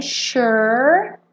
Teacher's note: como o E do meio não é pronunciado, você enrola a língua no R